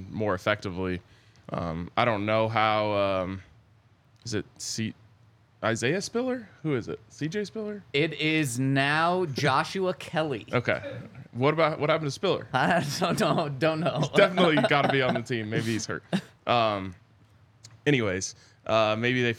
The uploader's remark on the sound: Coming to you LIVE from the DNVR Bar to break down all of the latest news in Broncos Country.